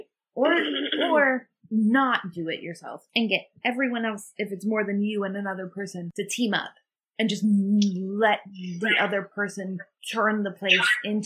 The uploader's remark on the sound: the audio is a little wonky